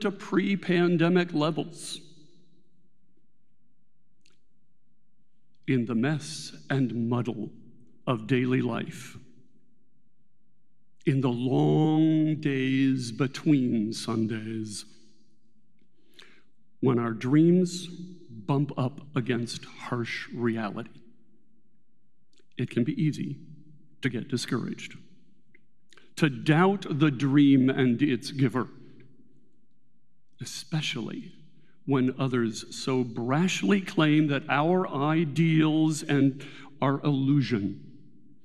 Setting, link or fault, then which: setting, large echoing room